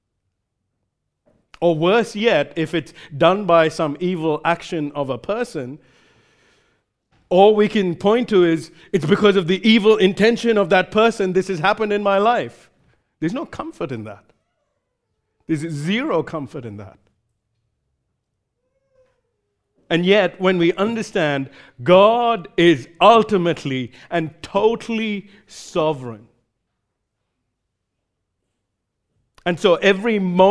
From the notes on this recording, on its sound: recorded live at Grace Community Bible Church